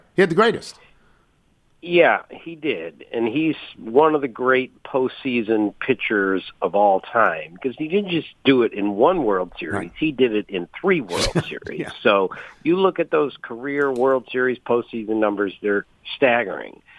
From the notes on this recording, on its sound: Calls. Phones.